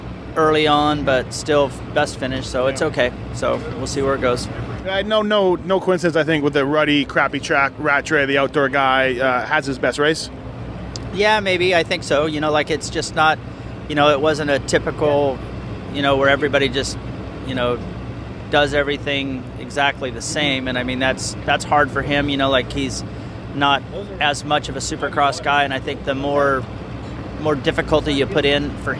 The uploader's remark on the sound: Seattle 2013 Post-Race Interviews.